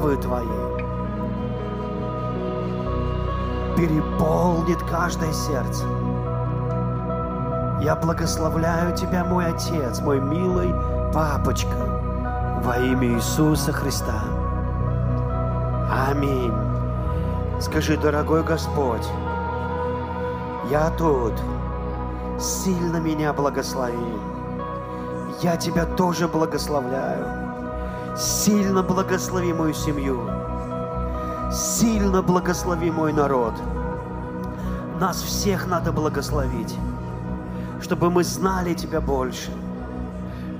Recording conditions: large echoing room